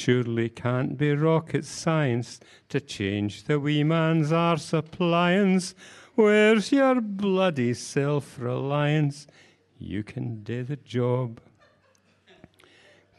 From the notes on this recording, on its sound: Live at Cherry Poets.